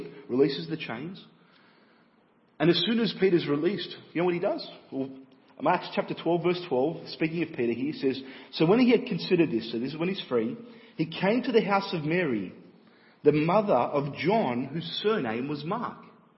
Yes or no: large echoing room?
yes